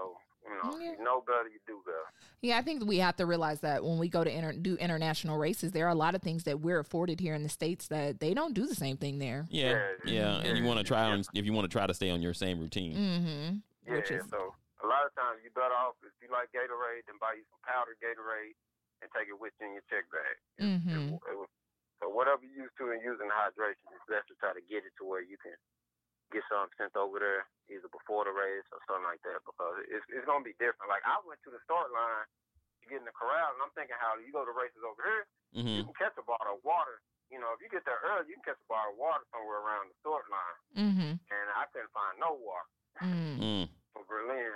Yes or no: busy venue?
no